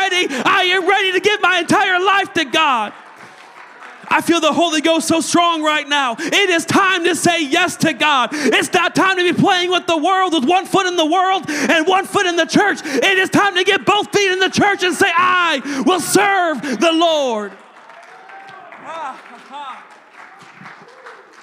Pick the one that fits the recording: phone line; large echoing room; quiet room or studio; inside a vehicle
large echoing room